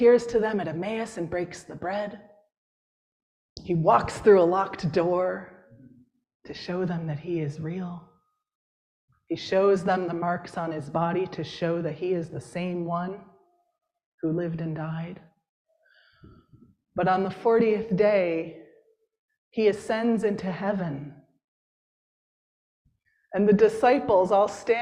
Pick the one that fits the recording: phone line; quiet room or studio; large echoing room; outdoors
large echoing room